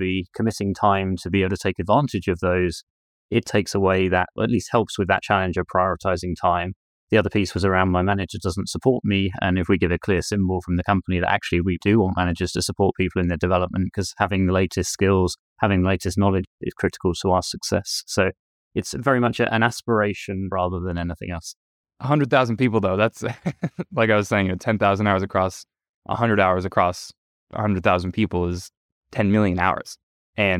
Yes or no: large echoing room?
no